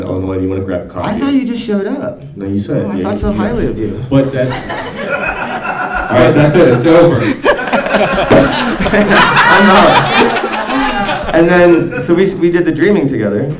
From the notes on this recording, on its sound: The panel took place at Dark Side Of The Con 3, presented by VampireFreaks. The con crowd’s great questions.